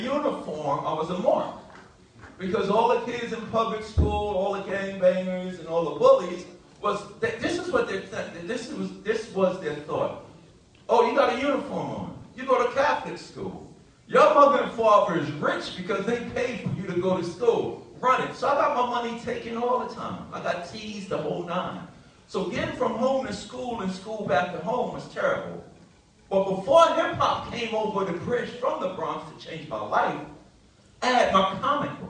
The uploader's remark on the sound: This classic episode that was recorded on the floor of Boston Comic-Con 2014. This classic episode that was recorded on the floor of Boston Comic-Con 2014 , featuring interviews and panel excerpts.